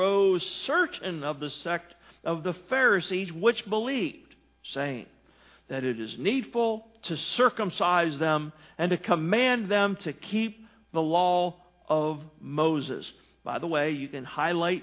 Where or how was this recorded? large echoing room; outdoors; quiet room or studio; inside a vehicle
large echoing room